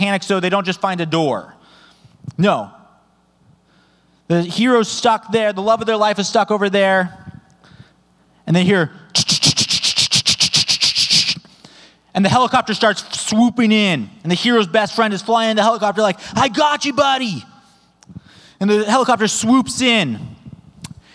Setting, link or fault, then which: setting, large echoing room